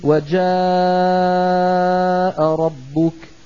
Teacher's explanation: إذا بدنا نمد ست حركات بنقول وجاء ربك، مثل قا ثلاث مرات